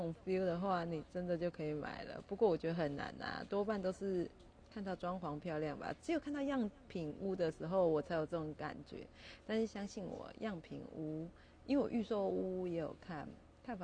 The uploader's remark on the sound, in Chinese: 第一次錄音錄音品質不是很好。我這次錄音前忘記先調整音量了。